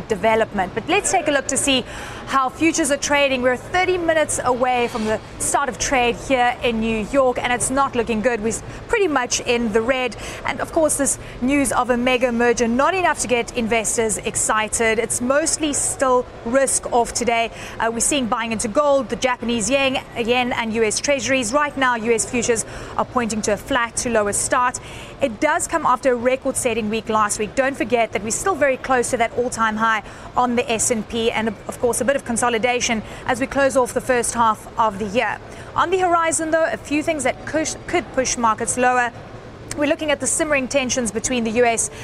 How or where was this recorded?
busy venue